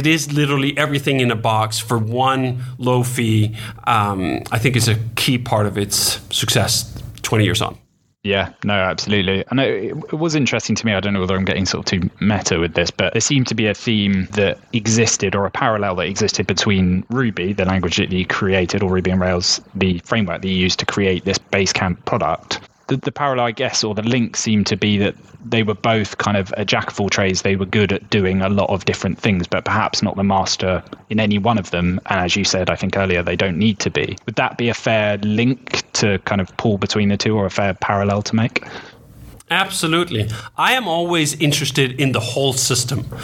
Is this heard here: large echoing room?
no